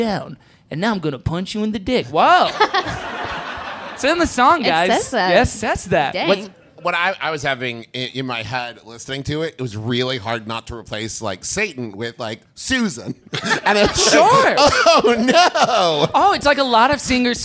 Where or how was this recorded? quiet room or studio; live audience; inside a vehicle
live audience